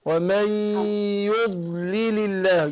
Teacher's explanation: فيها استطالة، يعني بيمتد الصوت بتاعها لغاية طرف اللسان